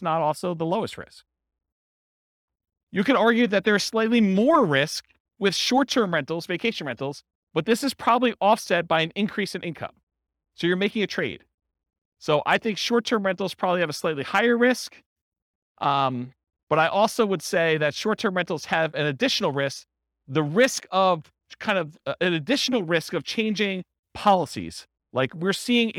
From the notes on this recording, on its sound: This was a live class recorded